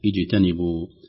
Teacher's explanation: نلاحظ وجوب القلقلة في الجيم الساكنة اجتنبوا، ربما لو لم تعطى حقها من القلقلة لخرجت قريبة من الشين، يا أيها الذين أمنوا اجتنبوا هكذا.